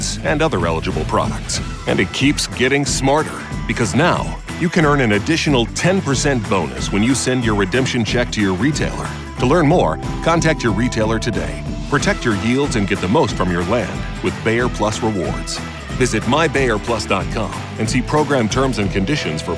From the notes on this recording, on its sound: Live from the Ag PhD Soils Clinic